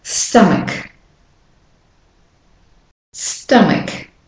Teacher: The O is saying ah, sta. And the A is the weak form.